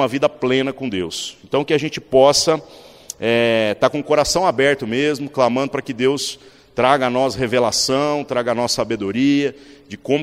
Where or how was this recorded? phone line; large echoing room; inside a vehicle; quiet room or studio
large echoing room